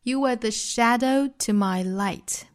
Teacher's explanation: you 弱读成 ye, were 弱读成 we